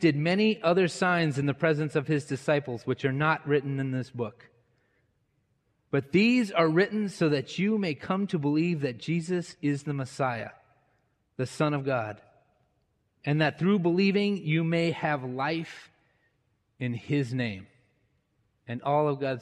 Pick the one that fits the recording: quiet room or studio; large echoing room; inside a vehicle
large echoing room